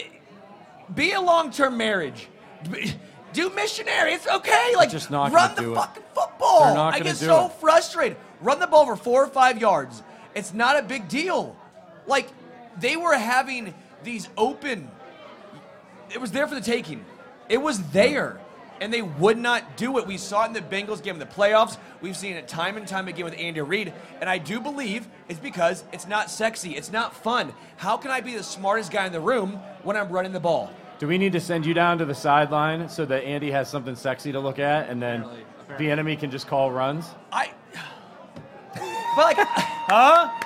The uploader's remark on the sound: LIVE from Kansas City. LIVE from Tanner's on Rainbow Blvd.